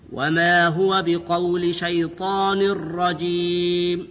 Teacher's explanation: إدغام التنوين في الراء إدغاما كاملا